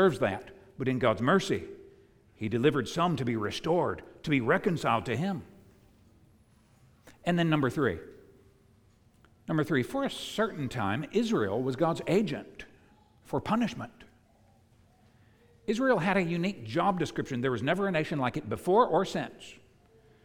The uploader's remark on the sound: preached at the United Christian Church of Dubai